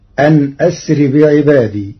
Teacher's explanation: قرأ ورش كلمتي أن أسر بوصل همزة أسر مع كسر النون فتصير أن أسر بعبادي.